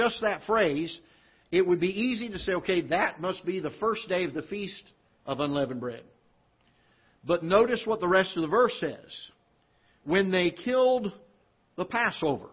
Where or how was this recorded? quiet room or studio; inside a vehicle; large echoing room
large echoing room